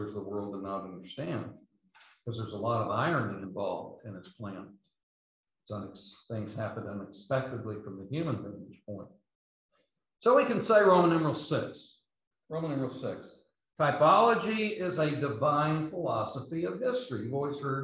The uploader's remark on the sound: London Seminary. These podcasts are the recordings of the lectures.